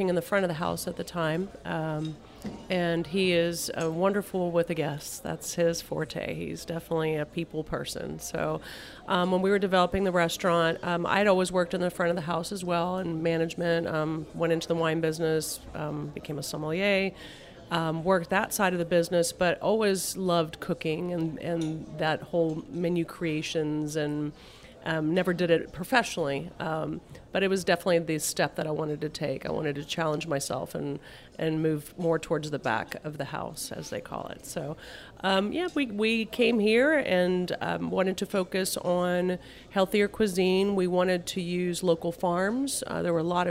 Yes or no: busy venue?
yes